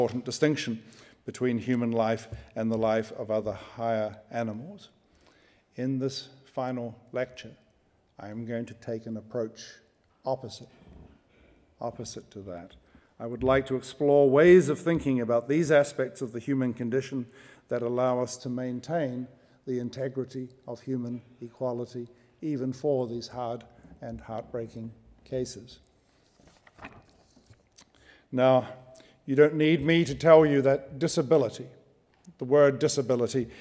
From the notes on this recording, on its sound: Recorded on 5 February 2015 at the University of Edinburgh's Playfair Library.